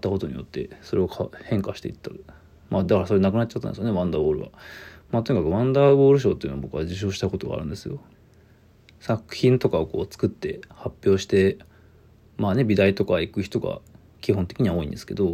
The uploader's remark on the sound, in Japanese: ボイスメモです。